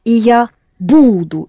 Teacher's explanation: It's the first «бу» that is accented.